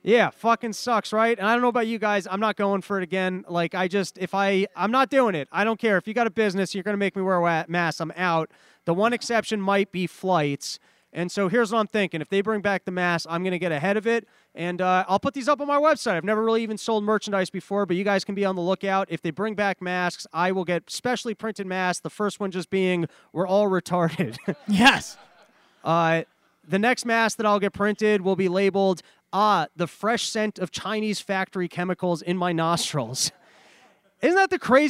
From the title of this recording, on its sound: West Cost Live Pods